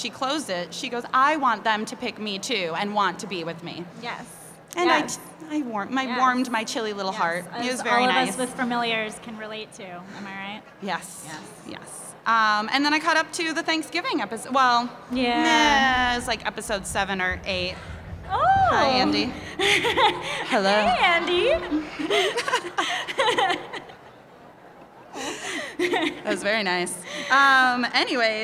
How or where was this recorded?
live audience